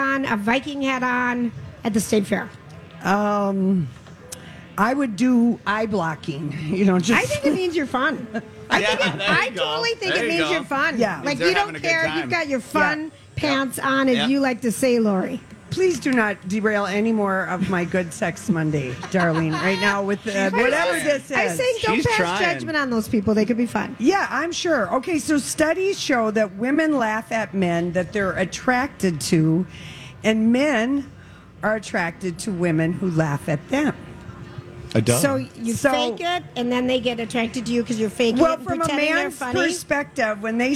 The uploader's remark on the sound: LIVE from the Minnesota State Fair